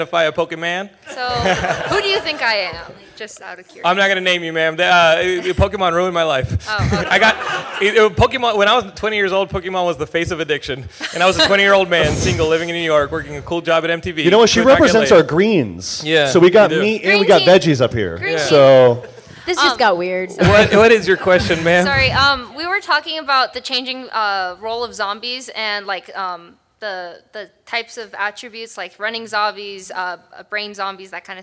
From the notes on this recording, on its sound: At Stan Lee's Comikaze Expo 2014! Geekscape put together a panel of horror and zombie experts.